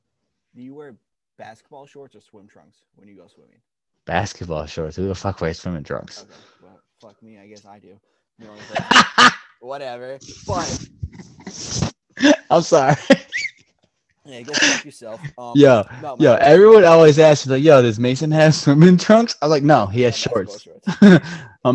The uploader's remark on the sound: The audio isn't the best right now, we are working out the issues for future episodes.